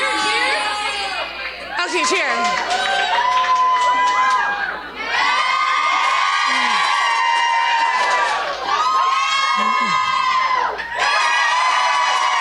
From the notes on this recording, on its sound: LIVE SHOW IN NYC. We’re still not over our first live podcast show in NYC!! Live Ask Away segment with the audience.